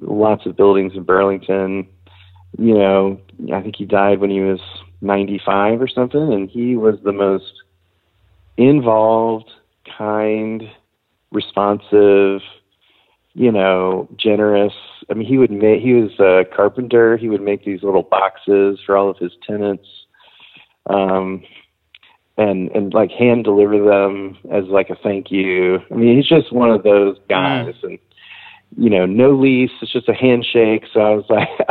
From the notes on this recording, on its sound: talks on the phone